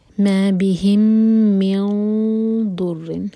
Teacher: میم اور میم کا ادغام، ادغام متماثل، میم پر ہولڈ کریں گے